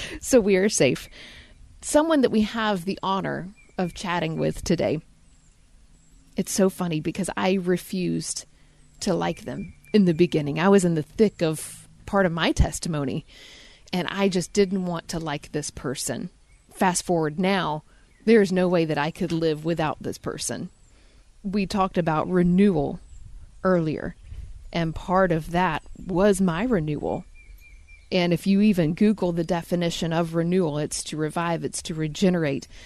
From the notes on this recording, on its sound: Due to the lock down we aren't EXACTLY on a trail, however my front porch and the 12 feet mic cords did the trick. Welcome to my front porch, the beautifully LOUD birds, and a story of renewal.